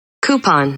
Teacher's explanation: the American variant with an unhistoric Y sound, not justified by the spelling, is used by educated speakers